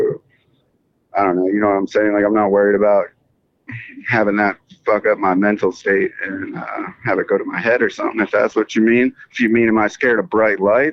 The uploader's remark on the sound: phoned us up this morning on his way to North Carolina